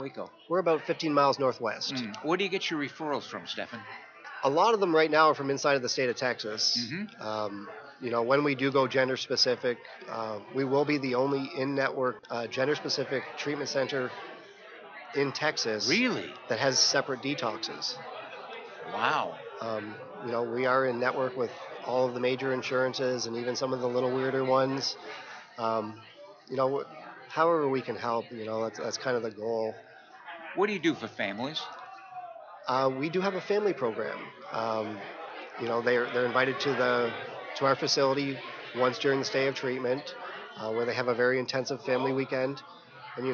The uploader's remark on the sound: RC2C broadcasting from the 39th Annual NAATP Leadership Conference in Austin, Texas - May 21 - 23, 2017